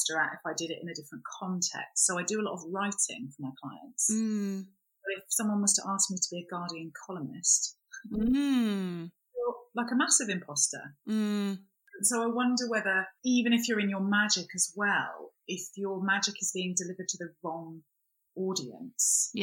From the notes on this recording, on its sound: We've had some technical issues with the sound in this episode so apologies if it's not up to usual scratch, we've done our best and subsequently changed the whole studio set up so hoping it's now resolved for future recordings.